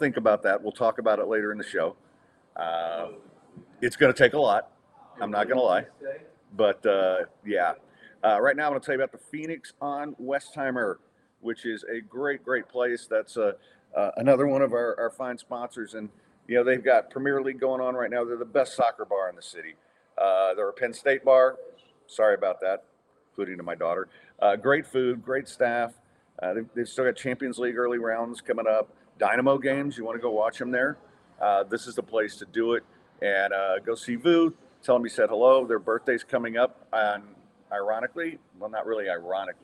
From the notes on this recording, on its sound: Recorded on site at Midtown Bar and Grill